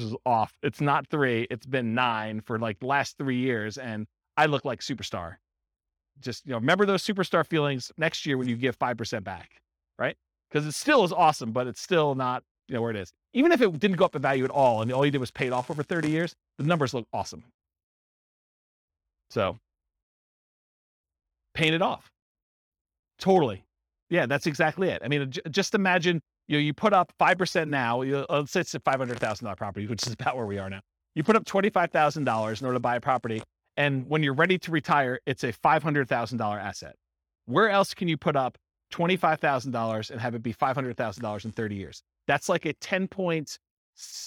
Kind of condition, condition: setting, live audience